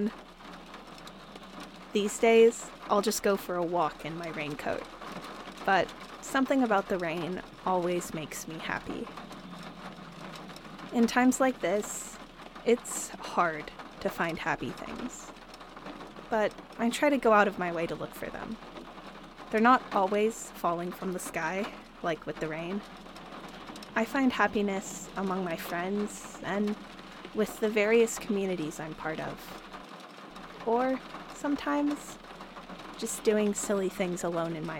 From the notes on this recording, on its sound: We’re getting almost a whole week of rain. I sat in my car and recorded the sound. It’s one of my favorite sounds, the noise of rain hitting the roof of my car. When I recorded this sound, sitting in my car, the drops were reflecting the clouds and the trees and the chain link fence I was parked next to, near the main road.